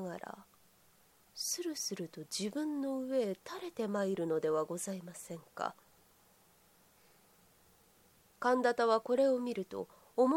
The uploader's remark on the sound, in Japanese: 自宅録音ですのでノイズなどはご了承くださいませ。